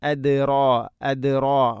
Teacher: റായിനെ കനപ്പിക്കണം, തഫ്ഹീം ചെയ്യണം